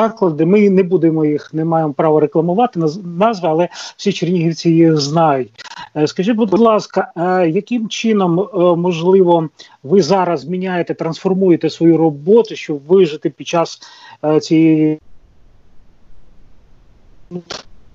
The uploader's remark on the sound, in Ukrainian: з допомогою skype